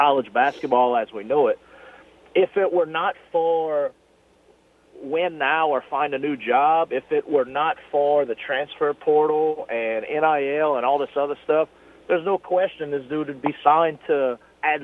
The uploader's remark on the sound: We go to the phone lines